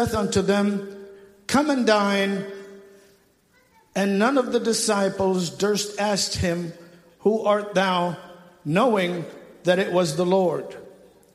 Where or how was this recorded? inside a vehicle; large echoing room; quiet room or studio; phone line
large echoing room